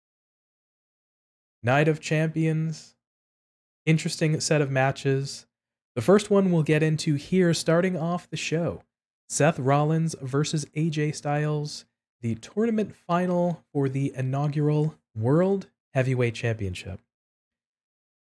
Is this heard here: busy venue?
no